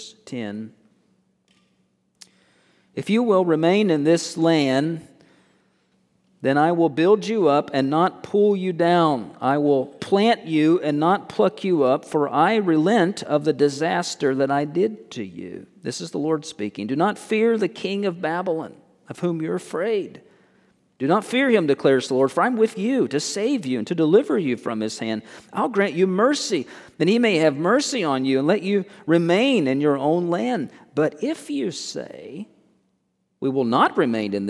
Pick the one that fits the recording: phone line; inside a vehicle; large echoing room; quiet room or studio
large echoing room